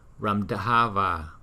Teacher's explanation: Chữ đờ hờ, chữ hờ nó rất là yếu, đờ. Còn chữ TH thì đọc như tiếng Việt là chữ thờ.